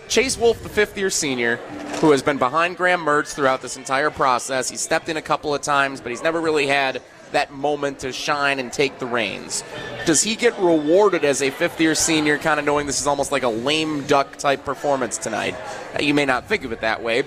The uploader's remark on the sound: live from the Great Dane